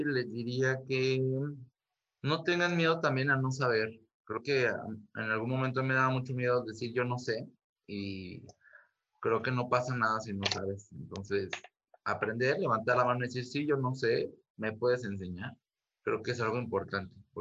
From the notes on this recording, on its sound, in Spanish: entrevisto vía zoom